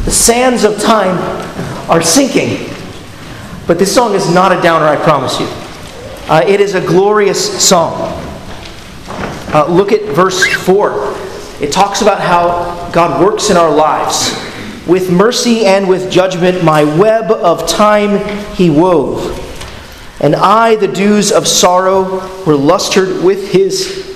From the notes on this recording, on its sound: at Arlington Baptist Church in Arlington, Virginia